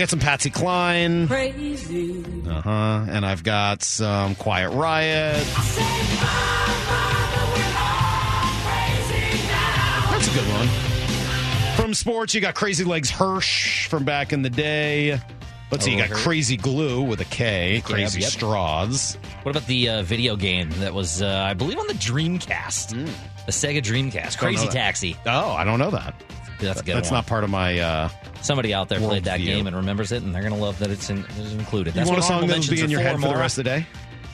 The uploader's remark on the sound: opening the phone lines for Seattle Sports fans to guide the show